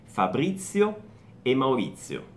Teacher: E poi Fabrizio e Maurizio, qui in Brasile, in Italia diventano Fabrizio e Maurizio. Occhio, c'è la Z ed è una Z sorda in entrambi i casi, quindi Fabrizio e Maurizio.